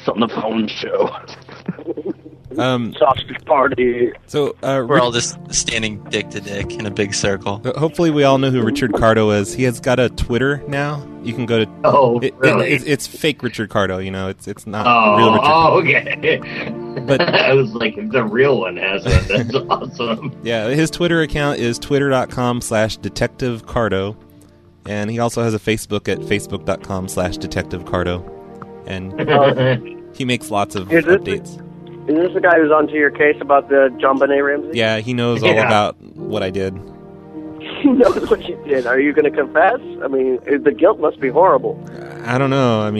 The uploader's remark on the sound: Prank Phone Calls Collection